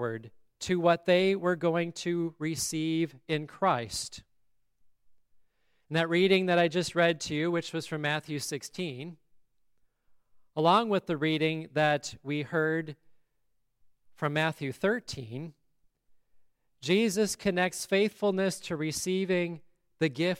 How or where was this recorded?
large echoing room